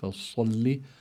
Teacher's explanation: أما الصاد فيها الاستعلاء، يعني يستعلي اللسان إلى الحنك الأعلى، وفيه كمان صفة الإطباق. الإطباق بمعنى أن طائفة من اللسان تطبق على الحنك الأعلى